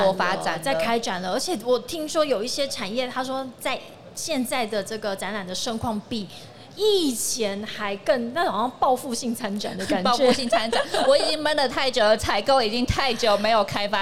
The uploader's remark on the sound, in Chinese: 2022 Medical Taiwan台灣國際醫療暨健康照護展 -Live Podcast